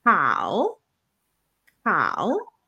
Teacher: Notamos ese como un poquito de aire que va saliendo antes de la voz.